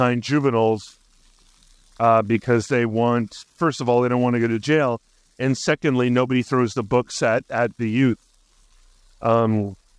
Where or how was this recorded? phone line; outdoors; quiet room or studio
outdoors